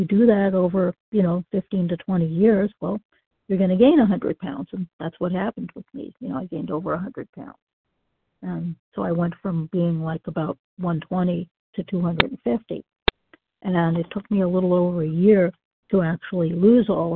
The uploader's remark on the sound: from the 100 Pounders Phone Meeting, 7/20/23.